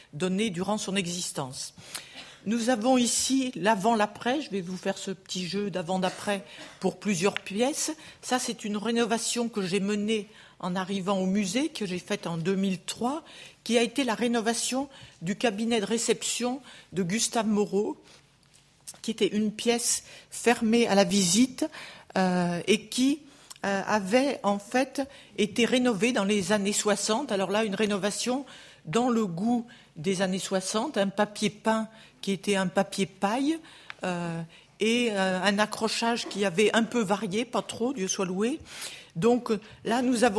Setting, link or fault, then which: setting, live audience